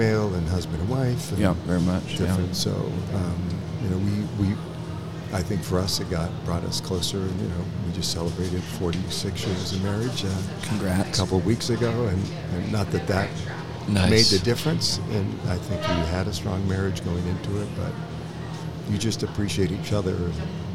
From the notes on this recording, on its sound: Live from the chinden moxie.